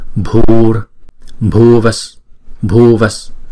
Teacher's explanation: chữ U này là chúng ta kéo dài hai nhịp